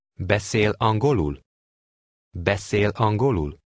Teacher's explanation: Note the question intonation. It rises through the next to last syllable. Then at the last syllable, it falls sharply.